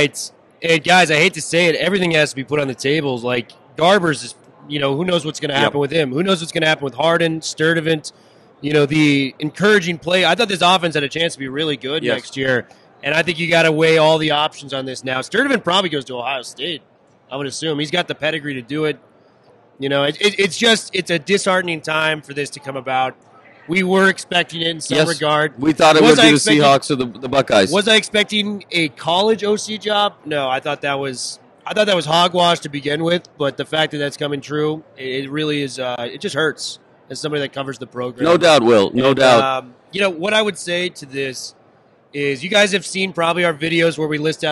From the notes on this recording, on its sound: live on Radio Row in Las Vegas